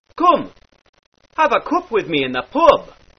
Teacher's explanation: the sound in pub becomes a short oo sound, as in book.